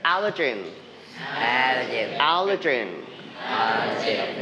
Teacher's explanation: We stress the word on the first syllable.